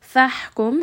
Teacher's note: Here, when we have a sukun at the ha, make sure you do give it a little bit of air and hams so that it is not dropped. فَحْكُمْ، ha is going to be from the middle of the throat.